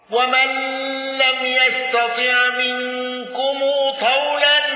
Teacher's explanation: قالون بصلة ميم الجمع مع الغنة